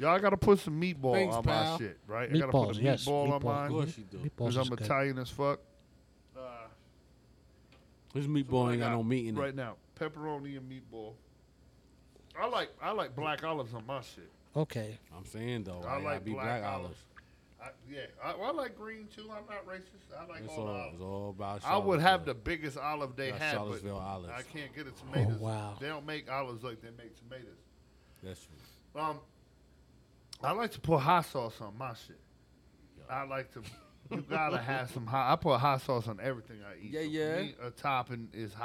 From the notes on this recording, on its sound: This week's episode is done on location at Empire Pizza.